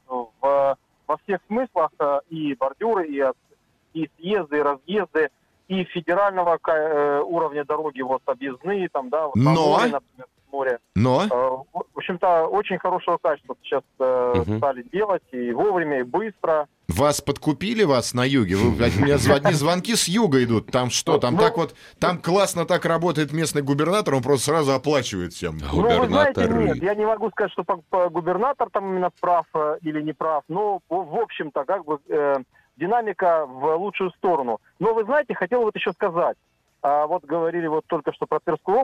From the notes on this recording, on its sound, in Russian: И говорили мы об этом по телефону